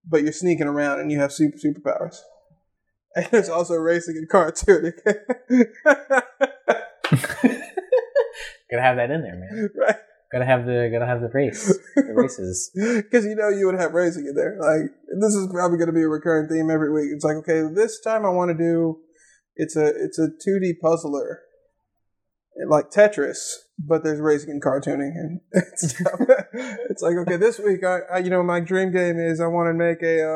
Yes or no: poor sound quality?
yes